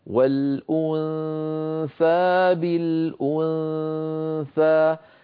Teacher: الحرف الذي بعده حرف الثاء، ومثاله كما نرى بالنسبة للنون والأنثى بالأنثى، ننتقل من مخرج الهمزة إلى مخرج الثاء مباشرة، ويبقى من النون غنتها كما أسلفت. لا أضغط على مخرج الثاء إلا عندما أنطق الثاء.